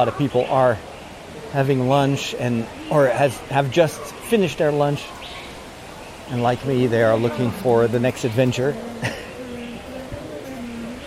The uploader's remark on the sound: During my walk today, recorded in Burgers’ Zoo in Arnhem